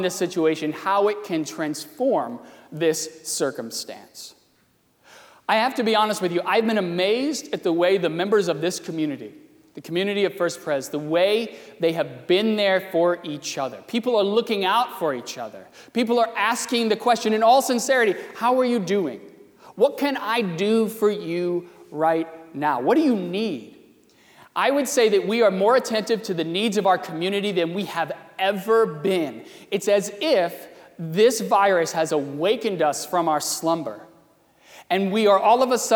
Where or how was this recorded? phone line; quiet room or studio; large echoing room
large echoing room